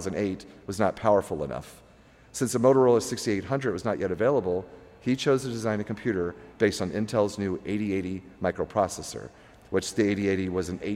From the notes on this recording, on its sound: History of Personal Computing and Floppy Days performed a live recording of podcast at Vintage Computer Festival SouthEast 3.0 outside of Atlanta, GA.